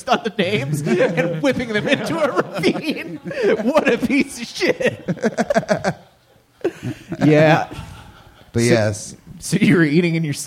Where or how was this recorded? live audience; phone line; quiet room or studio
live audience